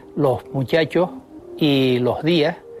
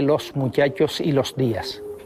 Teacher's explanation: En primer lugar, aspiran los canarios la S que aparece a final de sílaba. · Shown in: first take · Así se dice en las islas, los muchachos y los días, en lugar de los muchachos y los días. · Term: aspiración